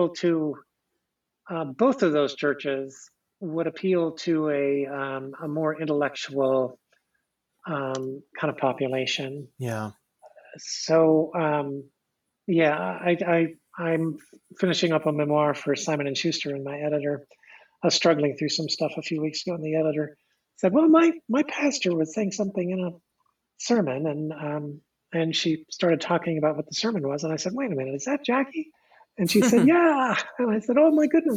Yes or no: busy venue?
no